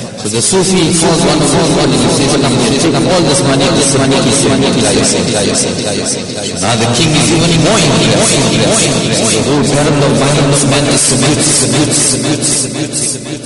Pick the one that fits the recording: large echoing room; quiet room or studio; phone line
large echoing room